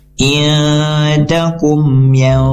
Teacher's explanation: izhar syafawi hukumnya dibaca jelas tanpa dengung. Harus dibaca secara jelas.